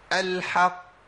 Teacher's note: القاف المشدده الموقوف عليها دي اعلى مراتب القلقله